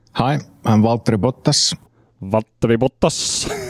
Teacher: he is so emphatic about pronouncing every T in both names